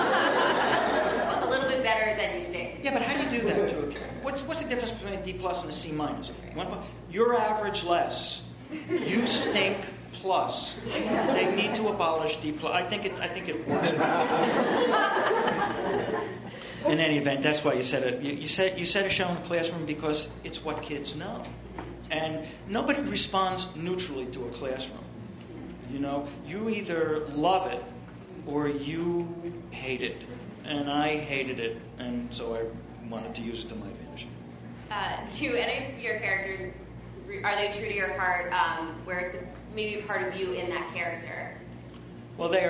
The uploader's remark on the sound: Recorded at ATX Television Festival in the Stephen F. Austin ballroom in Austin, TX.